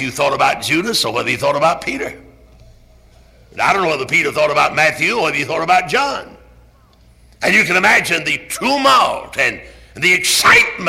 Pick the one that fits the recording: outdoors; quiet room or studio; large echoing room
large echoing room